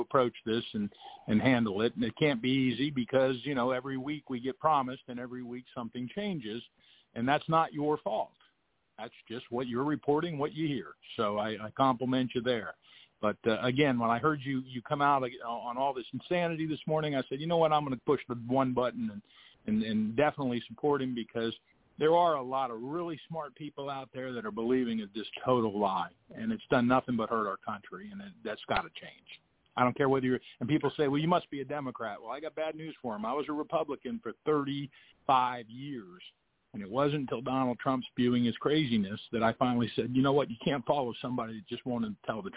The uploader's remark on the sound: TNTSuperfantastic Conference Call